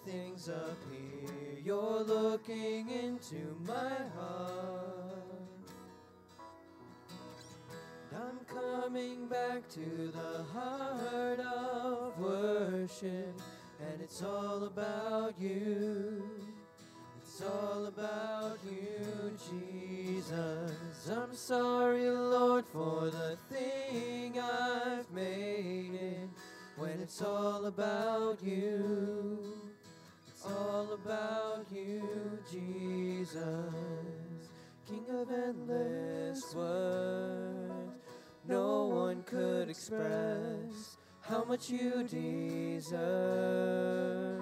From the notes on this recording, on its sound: Audio from the 9am service. Zion United Church of Christ.